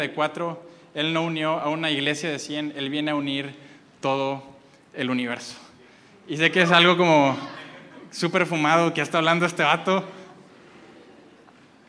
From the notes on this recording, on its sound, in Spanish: Este mensaje fue grabado el domingo 25 de febrero desde Aliento en Monterrey, NL.